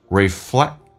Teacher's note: 那个 K 是不发音，所以发到那边的时候气流稍微阻塞一下